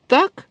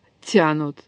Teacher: в результате вот дополнительного подъема спинки языка к твердому небу, что нужно для мягкости, «ти» получается не взрывной, а африцированный, почти африката · Shown in: second take · почти как «ц».